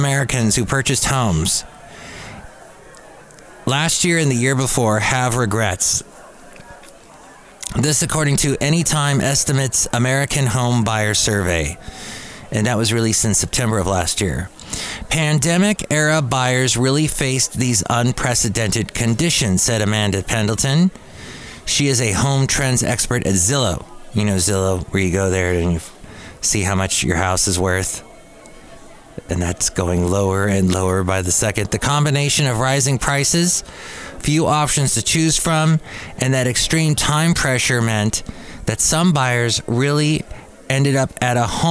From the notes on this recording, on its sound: podcasts live from Cafe Anyway